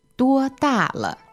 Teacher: 多 is first tone, 大, fourth, and 了, neutral.